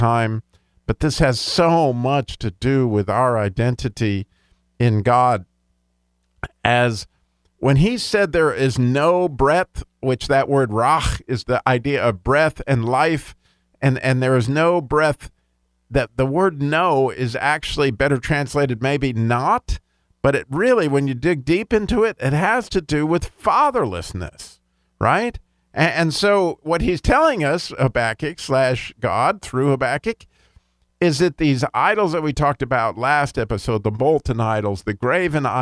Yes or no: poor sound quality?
no